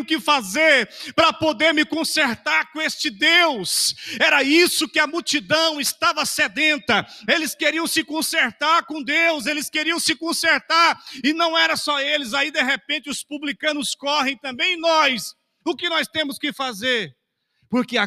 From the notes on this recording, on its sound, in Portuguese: CULTO AO VIVO 19H30. Igreja Batista Nacional Central.